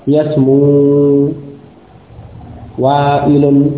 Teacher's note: Jadi wawu dari yasmu yang sukun ini tidak boleh diidghamkan pada wawu yang berharakat pada kata wa'il. · Sehingga apa? Wawunya ya dibaca sebagai huruf mad. Yasmu wa'ilun. Seperti itu. Tidak diidghamkan.